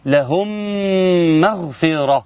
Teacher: ده ميم ساكنة اتى بعدها ميم متحركة، فكان يجب عليك الإدغام بغنة